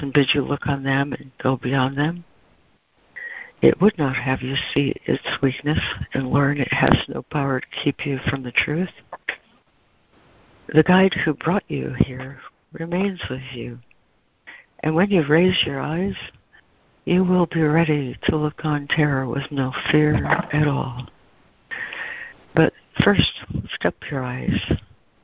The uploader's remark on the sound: ACIM Daily Conference Call